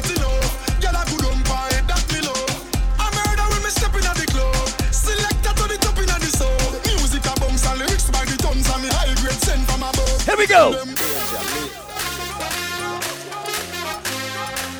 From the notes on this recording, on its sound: The entire live party audio from Saturday, January 16 at Island Saturdays at Half Way Tree in Providence, RI. 100% Caribbean party vibes.